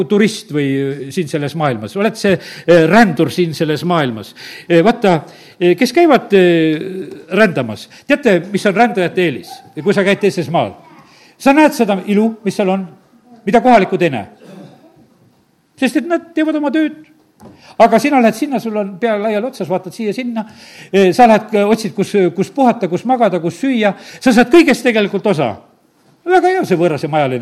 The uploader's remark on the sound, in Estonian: Audio salvestus koosolekult